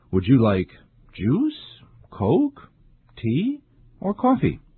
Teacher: A rising tone is used for every choice except the last, which has a falling tone.